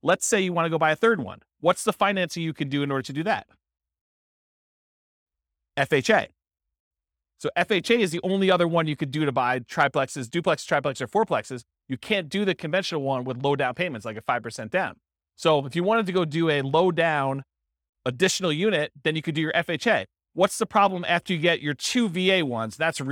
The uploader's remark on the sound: This was a live class recorded